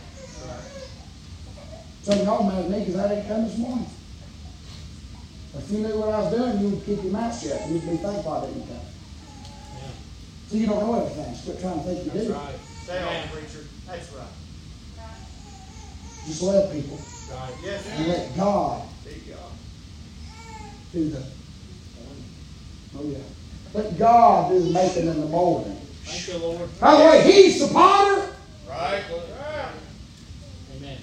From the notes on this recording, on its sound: preaching live from Still Water Baptist Church